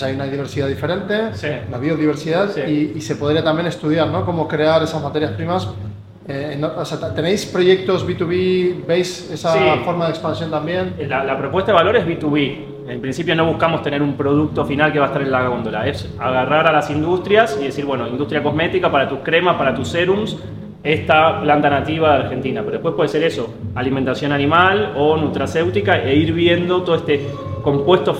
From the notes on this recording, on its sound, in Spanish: Estos episodios especiales están grabados en el marco del Día del Emprendimiento en el CMD-Buenos Aires